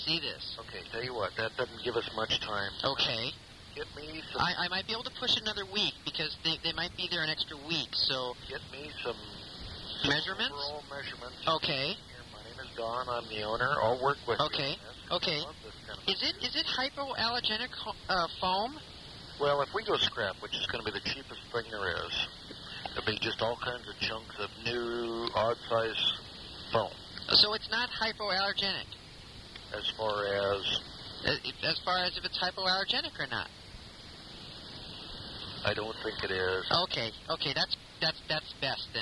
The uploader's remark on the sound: RBCP's Personal Prank Phone Calls Collection